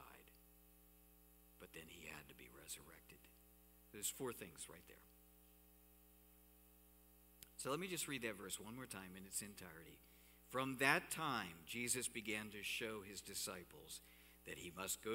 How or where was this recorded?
large echoing room